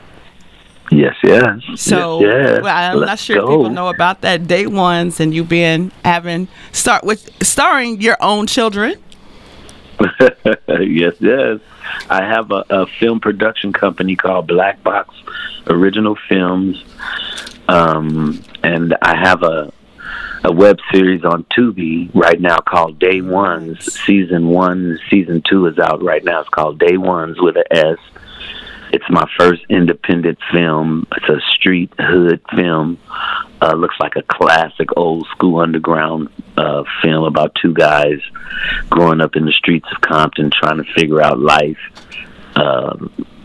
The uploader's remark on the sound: Phone Guest.